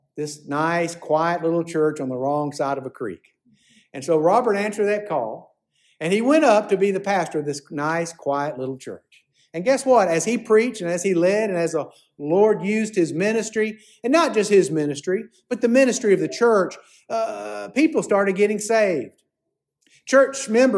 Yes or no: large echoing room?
yes